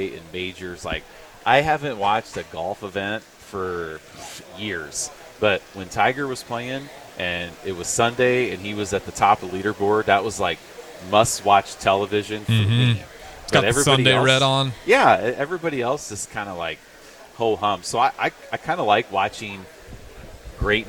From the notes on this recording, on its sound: LIVE from the Home & Garden Show